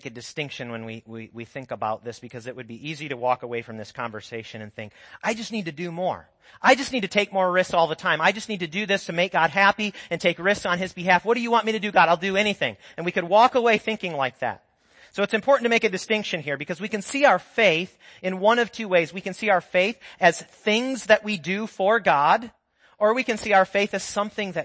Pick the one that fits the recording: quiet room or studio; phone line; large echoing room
large echoing room